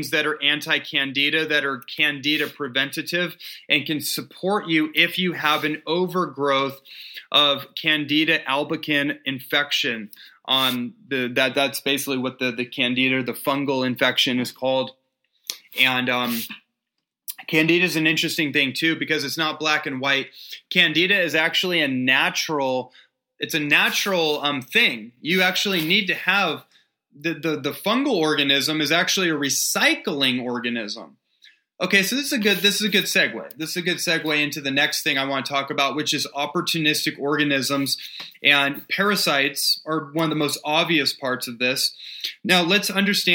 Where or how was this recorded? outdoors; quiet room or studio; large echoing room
quiet room or studio